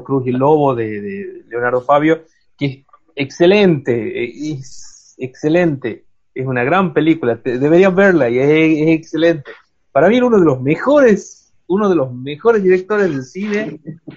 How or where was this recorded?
video call